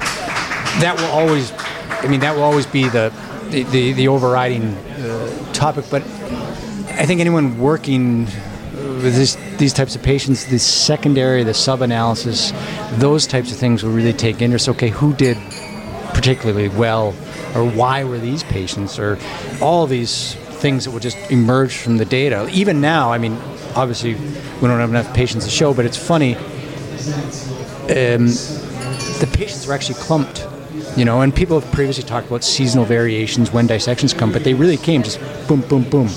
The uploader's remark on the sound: We continue with another live recording from ESVS AM 2023.